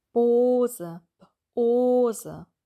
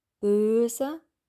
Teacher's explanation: mit dem O, das ist der Zungenrücken hinten · Shown in: first take